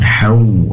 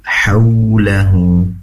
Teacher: pastikan waw di sini dimuncungkan kedua bibir ke depan. Hau.